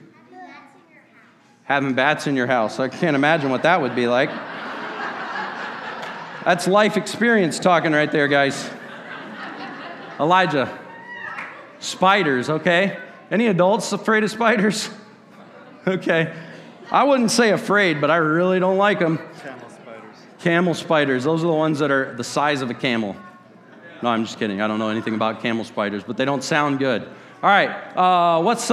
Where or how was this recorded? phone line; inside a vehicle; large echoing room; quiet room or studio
large echoing room